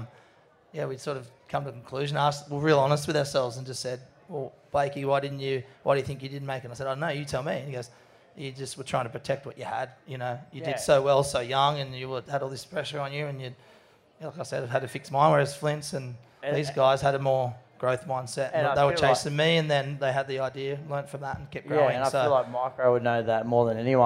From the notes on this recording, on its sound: A gala evening of Peeeeeyeeewer GRIT!!!! LIVE from the Cronulla RSL.